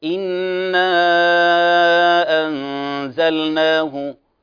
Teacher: مد المنفصل 4 أو 5 حركات يعطي جمالا للصوت